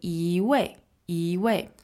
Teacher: if you're saying two fourth tones in a row, it sounds kind of odd, right? It sounds a bit jilted.